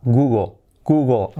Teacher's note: la L al final de palabra, ya lo sabes, que casi no se pronuncia, pero hace ese efecto de O-O